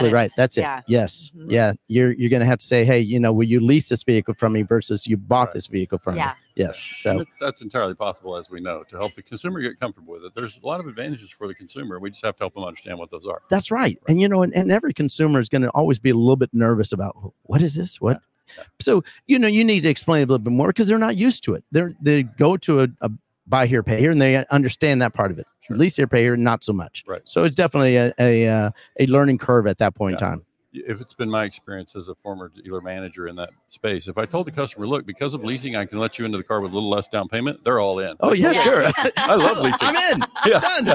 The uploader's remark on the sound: LIVE from San Diego for the LHPH Summit